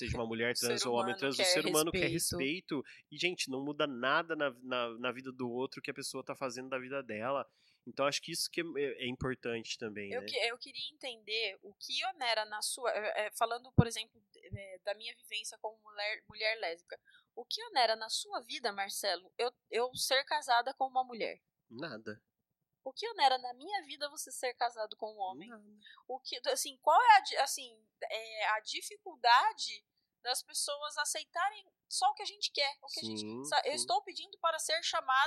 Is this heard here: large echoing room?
no